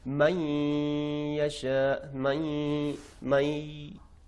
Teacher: है, मई नाक से आवाज का आना बंद हो जाता है, ये गुन्ना है चूंकि नाक से आवाज है